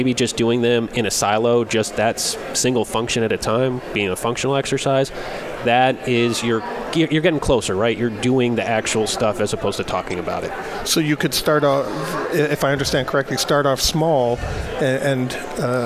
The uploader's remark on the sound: Broadcasting live from DRJ 2018 in Phoenix Arizona